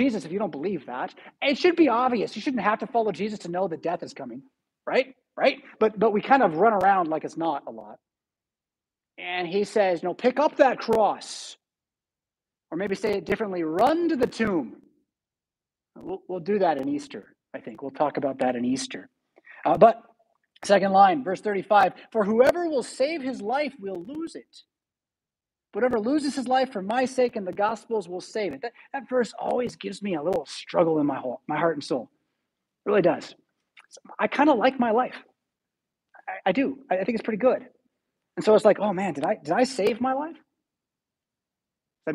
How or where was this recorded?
large echoing room